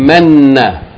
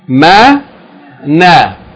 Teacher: This Meem with Fatha and Noon with Shadda and Fatha is pronounced as though the Noon is doubled · Shown in: first take · but the first one has Sukoon.